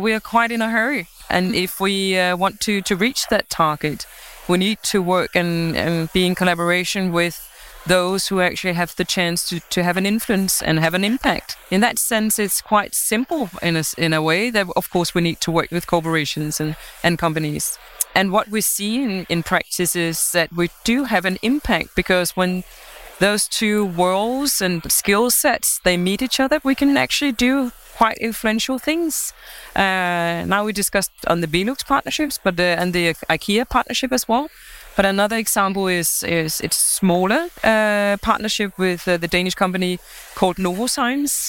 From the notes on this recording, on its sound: The audio for this episode was recorded live during the international world congress for architects UIA23, at the FSC Lounge supported by EU Life programme.